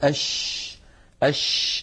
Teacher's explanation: نجد بأن الهواء يتدفق مع حرف الشين، فالشين يجري معها النفس. كذلك الشين حرف رخو، رخو يعني يجري معه الصوت كما مر معنا أيضا في صفات الحروف. · نجد بأن الصوت يمتد، فالشين يجري معها النفس ويجري معها الصوت، فهي مهموسة رخوة